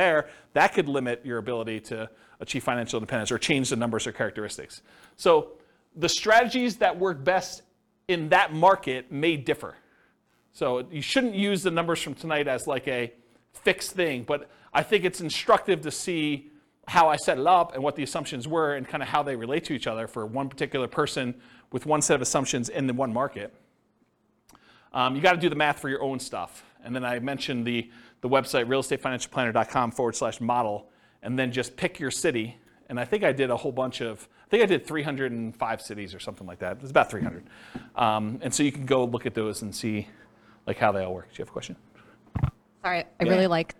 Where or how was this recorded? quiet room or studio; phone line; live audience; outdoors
live audience